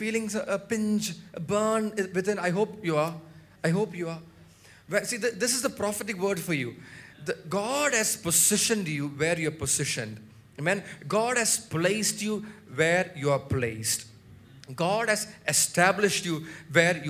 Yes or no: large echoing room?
yes